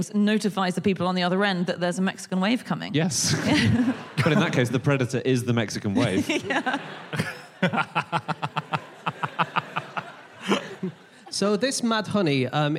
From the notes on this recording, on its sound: Live from Wimbledon